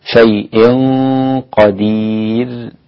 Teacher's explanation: لابد أن أراعي تفخيم الغنة مع الإخفاء هنا، تنوين مع القاف، شيء قدير، وأرقق الراء إذا وقفت عليها للياء المادية قبلها.